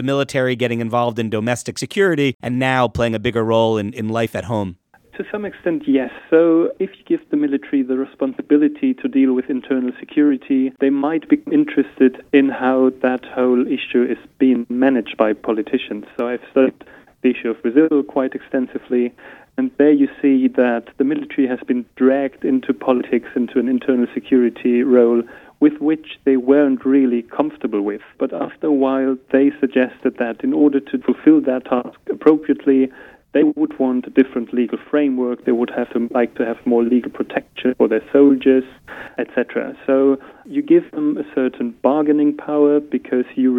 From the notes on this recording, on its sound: joined by phone from Hamburg, Germany